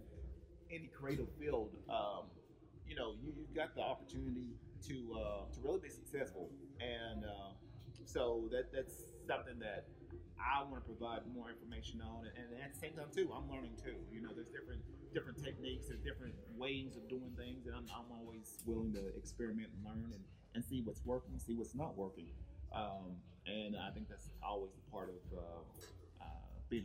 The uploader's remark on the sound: This was actually a previous FB Live recording over the weekend at the Alley Art Festival in Vista, California.